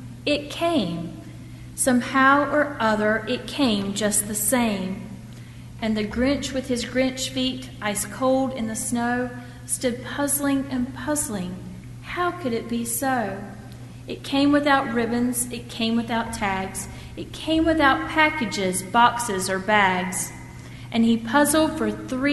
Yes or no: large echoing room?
yes